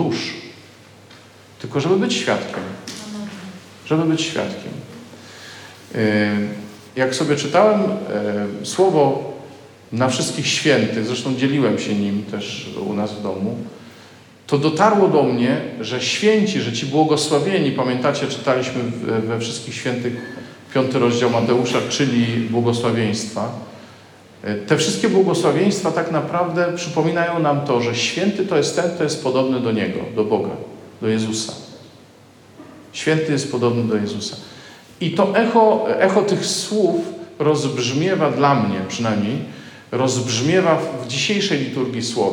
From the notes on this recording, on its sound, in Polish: nagranej podczas spotkania Koinonii w Malborku